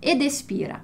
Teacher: No italiano tem muito essa coisa da fluidez. Então, para não falar e, dois es juntos, não juntar duas vogais, a gente coloca o D ali para emendar o som.